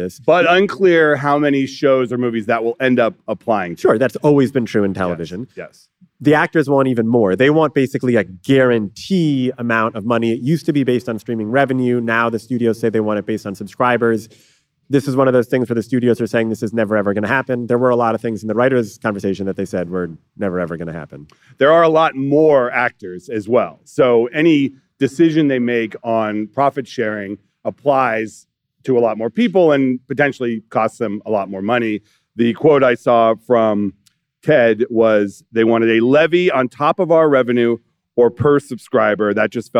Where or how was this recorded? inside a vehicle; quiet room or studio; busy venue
busy venue